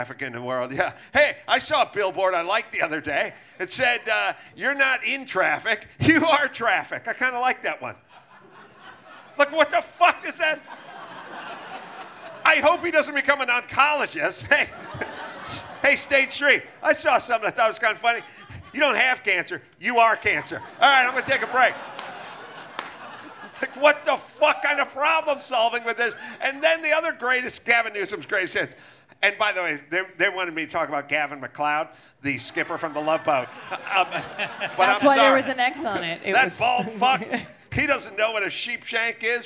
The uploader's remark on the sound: Recorded live at Belly Up Tavern in Solana Beach, CA on January 7, 2024.